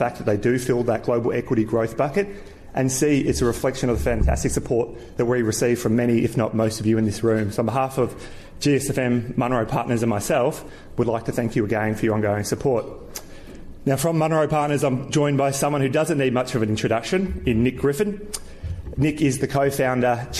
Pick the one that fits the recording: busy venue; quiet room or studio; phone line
busy venue